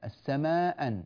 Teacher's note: فهكذا أسقط الهمزة الأولى · Term: الحذف